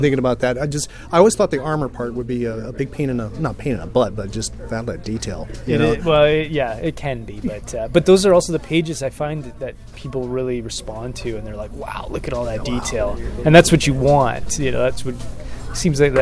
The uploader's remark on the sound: at Mike's Comics in Orlando, Florida for Free Comic Book Day